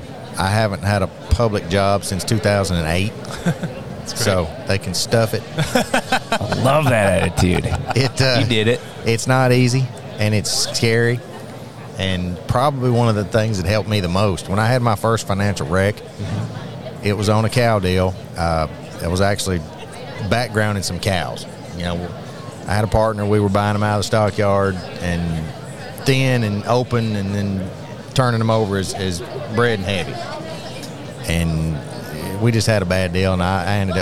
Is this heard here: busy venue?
yes